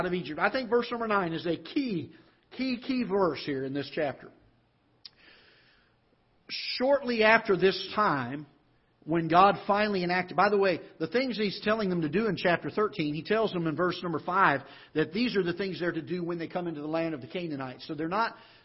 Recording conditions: large echoing room